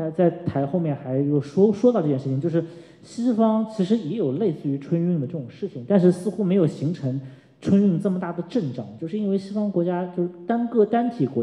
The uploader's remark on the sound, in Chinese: 艺述电影在艺海剧院小剧场举办了一场迎新活动。以下是讲座现场的音频录音。